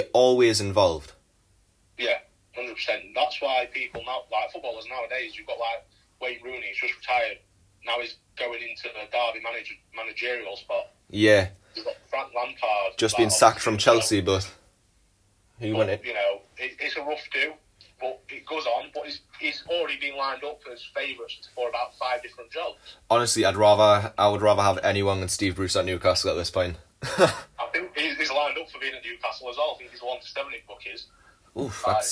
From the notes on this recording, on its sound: via phone call